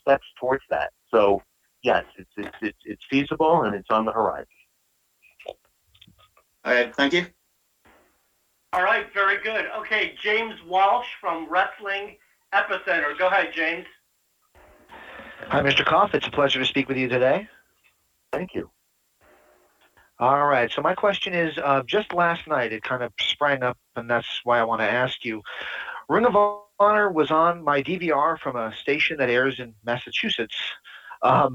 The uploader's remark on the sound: ROH Best In The World Media Call